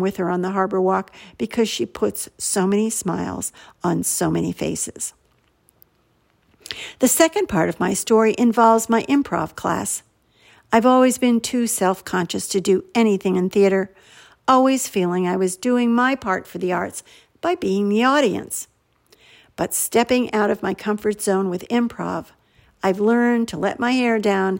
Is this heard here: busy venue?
no